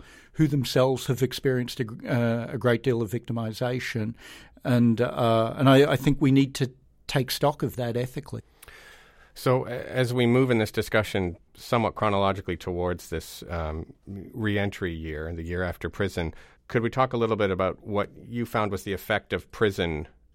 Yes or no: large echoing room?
no